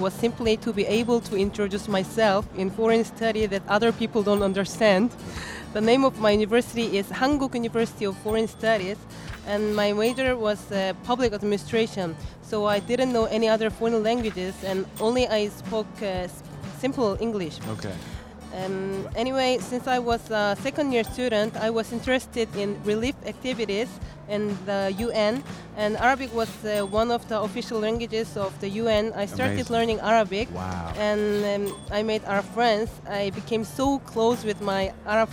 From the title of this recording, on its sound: Live from SIBF 2023